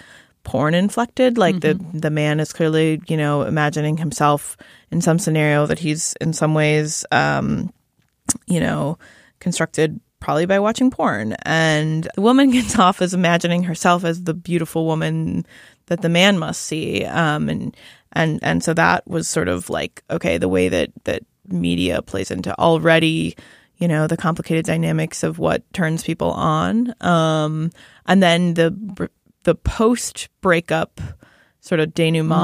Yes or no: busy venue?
no